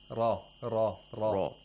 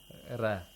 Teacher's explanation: Ra should be pronounced with thickness. Oh, okay, with velarization. · Shown in: first take · With a full mouth, right? · Term: tafkhim